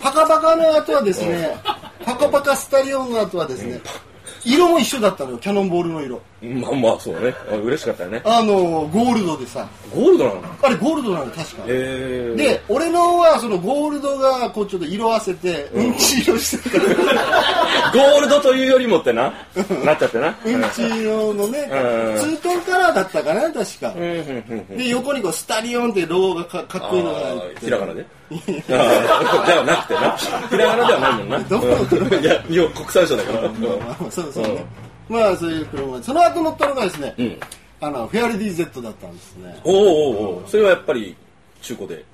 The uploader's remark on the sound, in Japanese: 公開収録SP。公開収録の「そりゃ飛べ！」第二回。